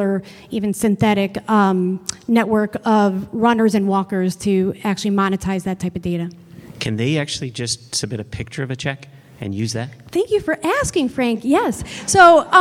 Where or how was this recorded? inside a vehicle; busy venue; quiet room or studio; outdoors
busy venue